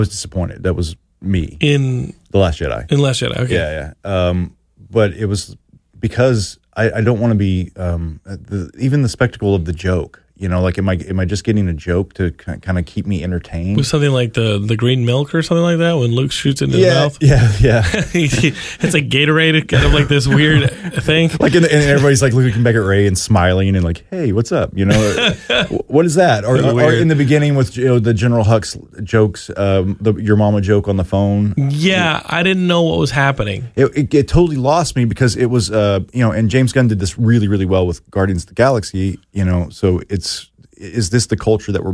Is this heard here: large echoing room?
no